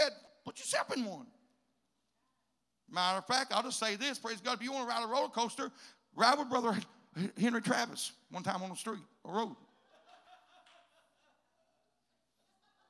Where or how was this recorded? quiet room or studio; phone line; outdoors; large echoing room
large echoing room